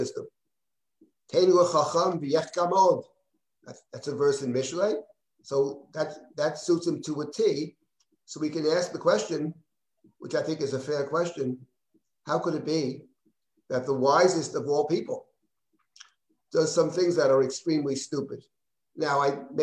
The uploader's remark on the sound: This audio was originally captured from Zoom